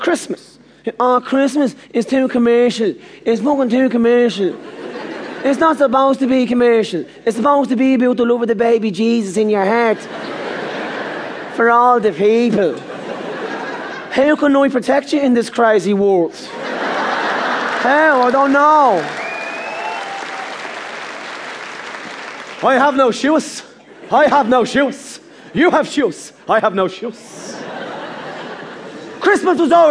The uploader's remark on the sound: The Comedian's Cut: Live at Vicar Street. Format: Original Recording. Publisher: Redbush Entertainment.